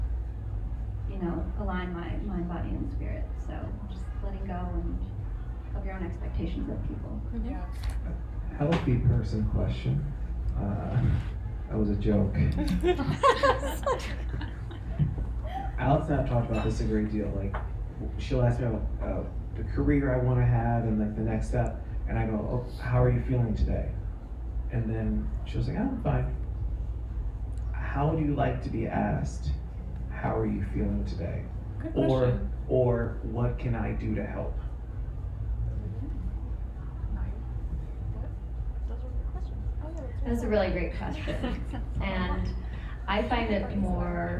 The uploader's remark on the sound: We are coming to you live from our in person podcast at Soho House, recorded in Chicago. I wanted to share a vast array of views on this panel.